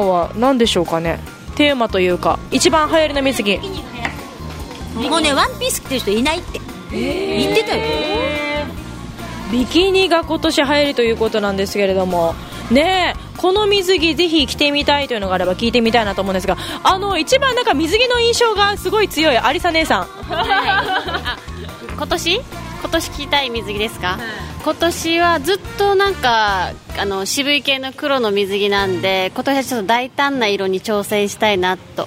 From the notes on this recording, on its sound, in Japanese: 今回は新都心・DFSでの収録。